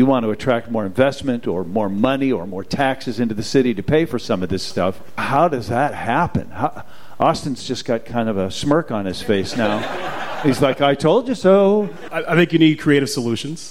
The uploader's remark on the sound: The Mincing Rascals Live from The Second City. Recorded in front of a live audience at The Second City.